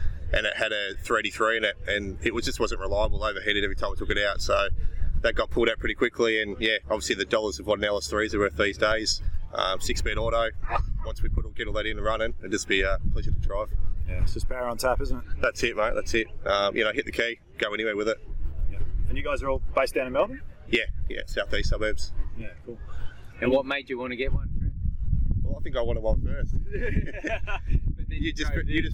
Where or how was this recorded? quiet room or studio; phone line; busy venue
busy venue